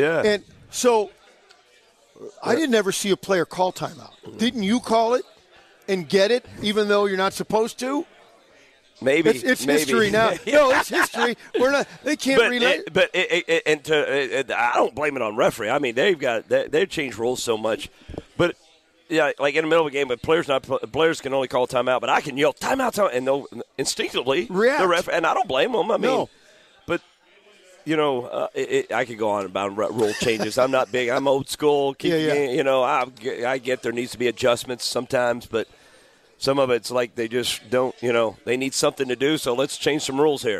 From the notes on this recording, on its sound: live from Humphrey’s Restaurant and Tavern